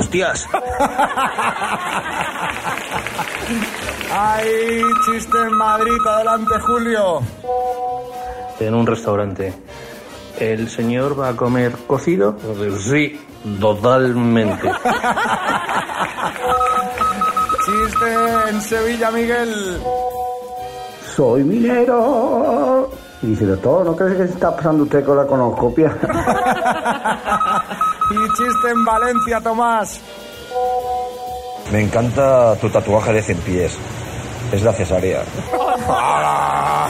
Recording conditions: live audience